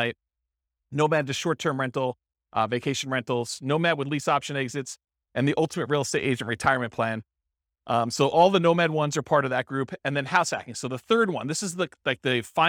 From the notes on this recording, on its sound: This was a live class recorded